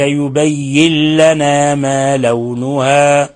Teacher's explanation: يبين لنا نون ساكنة جاء بعدها اللام فتضغم إضغام غير غنة. لاحظوا إخواني لما وقفت على قوله ما لونها، بعض القراء هداهم الله وبعضهم يعني له مصاحف مرتلة في الإذاعات وفي المحطات الفضائية يقرأها يمدها أربع حركات هذه الألف الموقوف عليها، وهذا لحن جلي وهذا خطأ بالاتفاق.